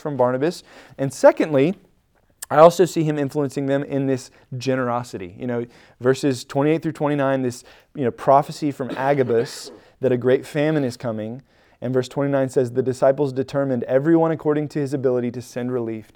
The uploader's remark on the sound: Recorded at Emmaus Church in Buford, GA on Wednesday, Dec 7, 2022.